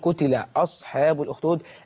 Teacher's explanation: الصاد عليها سكون. لابد أن نقول قتلة أصحاب الأخدود لا نحركها ولا نقلقلها لأن حروف القلقلة مجموعة في هاتين الكلمتين قط بجد القاف والطاء والباء والجيم والدال.